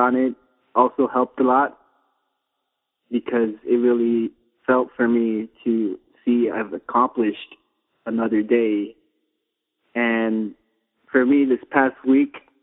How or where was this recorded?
phone line